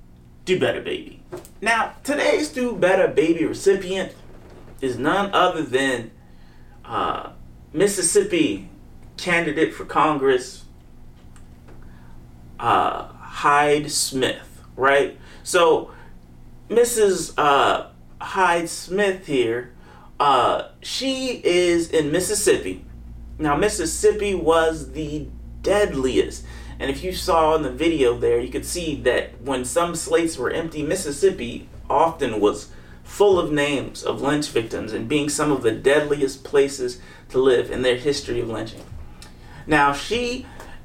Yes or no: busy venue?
no